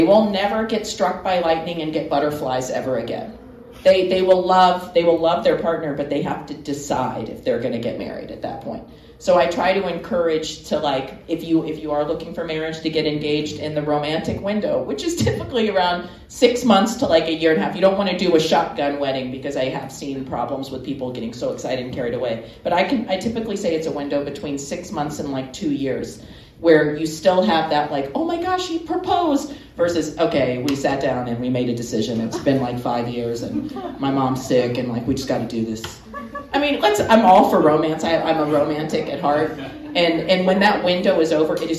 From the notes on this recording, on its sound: A live studio audience. A live Q.